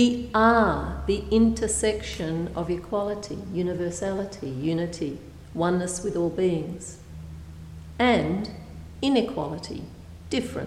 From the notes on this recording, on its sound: A Thursday night talk delivered at St Paul's on the 2nd of June, 2016.